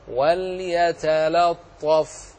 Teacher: الطاء، فخاف بل سمع بعضهم وهو يقرأ وليتلطف يتلا، وهذا خطأ، رقق اللام فقل وليتلطف، رقق الأولى ورقق الثانية، واللفظ في نظيره كمثله، وإياك أن تنجذب مع الطاء المفخمة